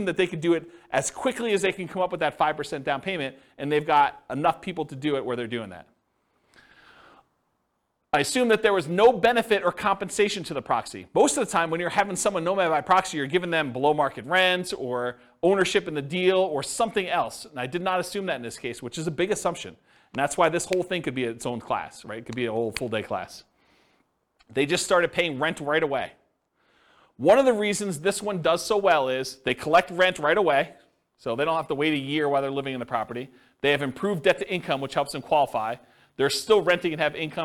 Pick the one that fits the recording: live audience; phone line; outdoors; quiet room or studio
live audience